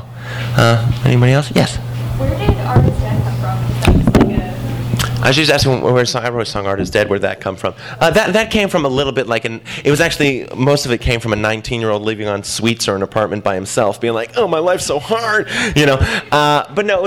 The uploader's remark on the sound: THIS EVENT WAS RECORDED LIVE AT SKYLIGHT BOOKS OCTOBER 5, 2014.